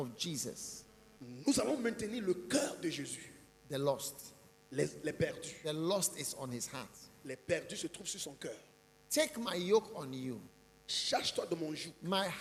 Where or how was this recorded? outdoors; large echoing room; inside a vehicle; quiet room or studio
large echoing room